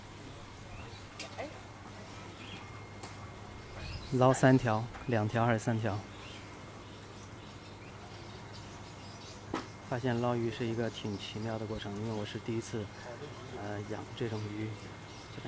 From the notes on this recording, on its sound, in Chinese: 花鸟市场。尝试到外面录制一期声音记录播客。从专业层面来说，这应该算是一次失败的录音。